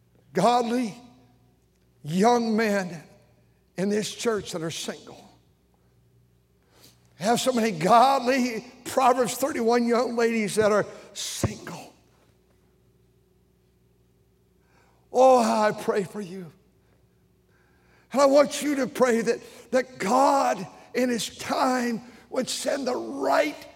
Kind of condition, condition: setting, large echoing room